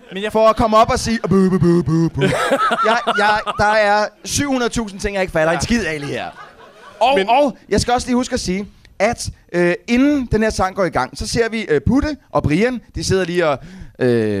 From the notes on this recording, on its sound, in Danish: Denne gang LIVE med en fantastisk film. Afsnittet er optaget i Huset - KBH, og stemningen var mildest talt fremragende.